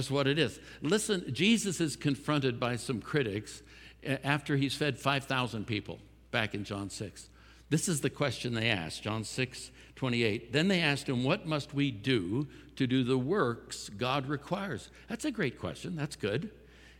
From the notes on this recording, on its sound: At Timberline Church - Audio. Live.